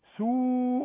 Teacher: كلمة سوء لابد تمد اتنين واو